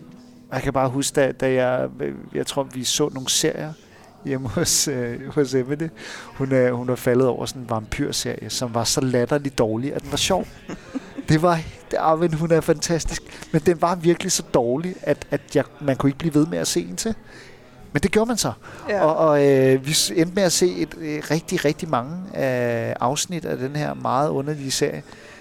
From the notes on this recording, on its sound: Live fra Salen. Dørene åbner for første gang efter Lockdown & vi sendte live i salen.